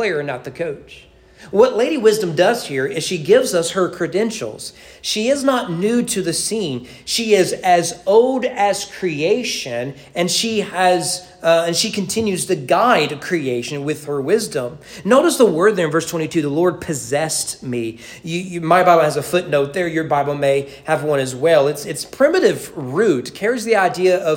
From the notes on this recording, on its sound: Sermon preached at East Frankfort Baptist Church. During evening worship.